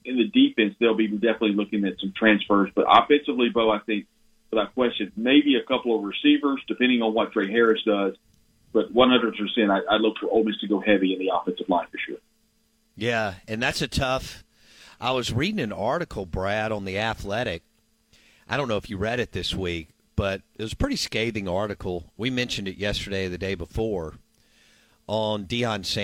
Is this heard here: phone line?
yes